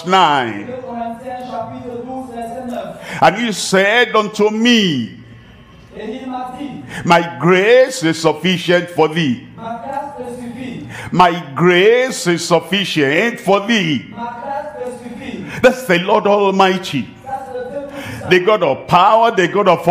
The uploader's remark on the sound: live from Douala, Cameroon.